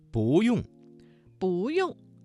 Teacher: 不用这个词当中的不字在四声之前变成了二声